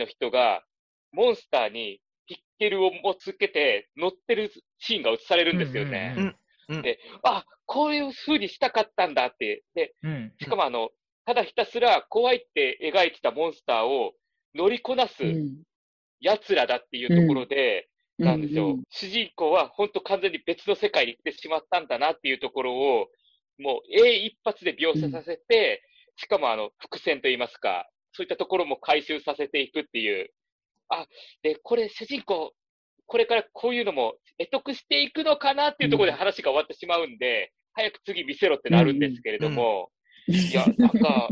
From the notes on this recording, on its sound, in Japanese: ZOOM収録。